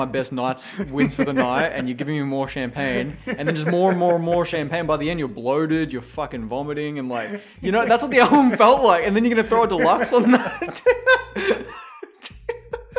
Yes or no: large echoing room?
no